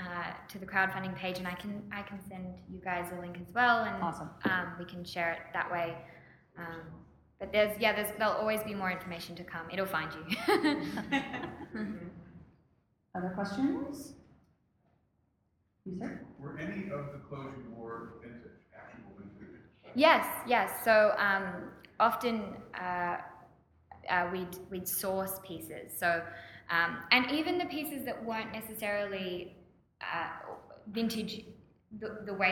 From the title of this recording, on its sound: Live at Miss Fisher Con